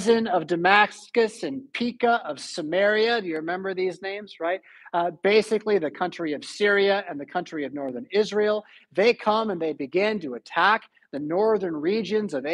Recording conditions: large echoing room